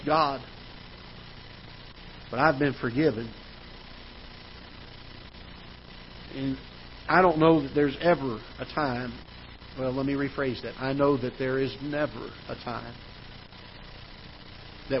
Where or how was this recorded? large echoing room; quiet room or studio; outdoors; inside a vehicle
large echoing room